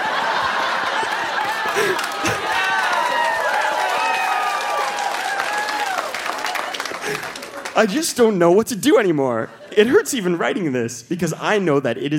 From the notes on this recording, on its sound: Recorded live at the Rio Theatre in Vancouver.